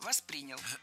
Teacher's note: Ударение в глаголе ставим на второй слог.